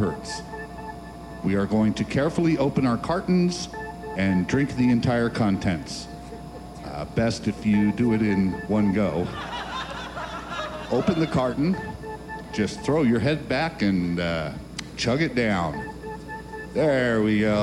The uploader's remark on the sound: A couple weeks ago we received this tape in an unmarked post. Appears to be a recording of a strange presentation and meditation service evidently held in "conference room B of the Holiday Inn and Suites of Ashland Oregon.